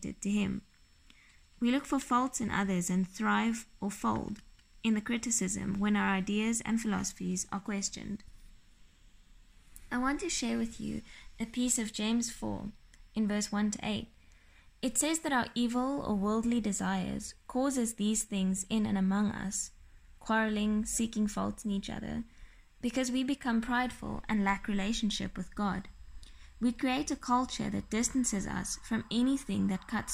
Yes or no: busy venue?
no